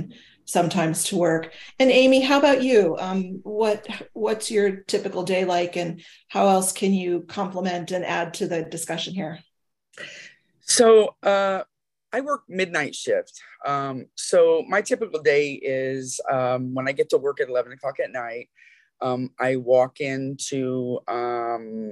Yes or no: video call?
yes